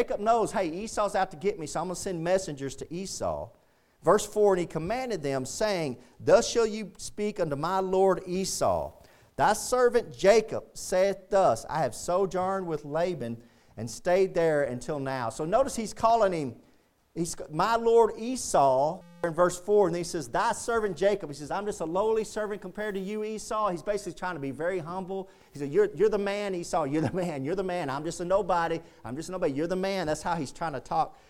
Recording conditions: large echoing room